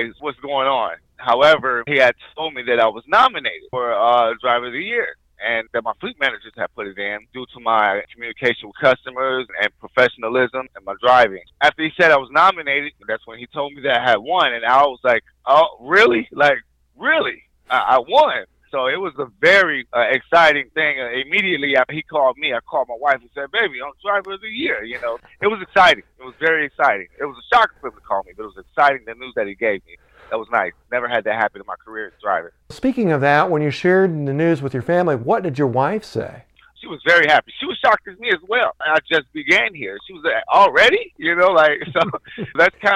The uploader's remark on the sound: phone call